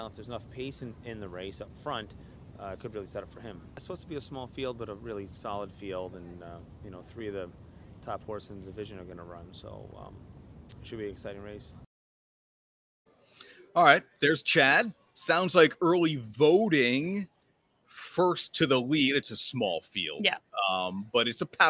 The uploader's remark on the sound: LIVE From Saratoga Race Course.